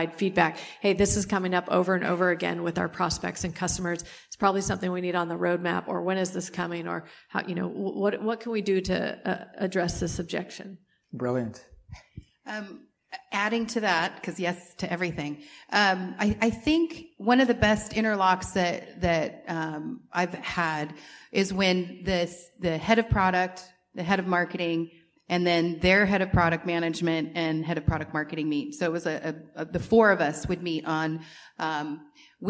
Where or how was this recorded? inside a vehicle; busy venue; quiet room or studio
busy venue